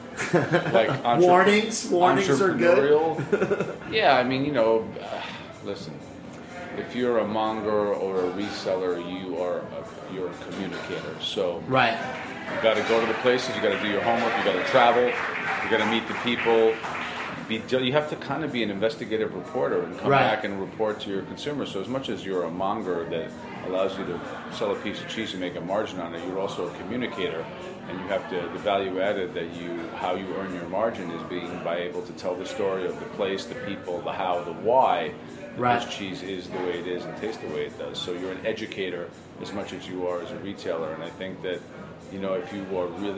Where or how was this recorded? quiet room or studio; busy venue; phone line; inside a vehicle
busy venue